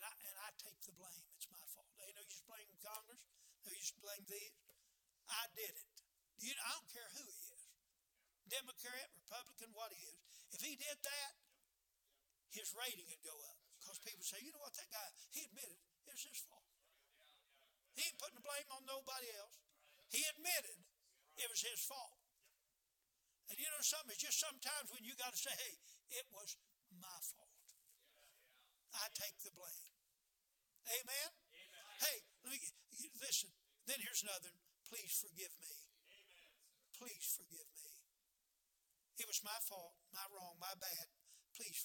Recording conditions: large echoing room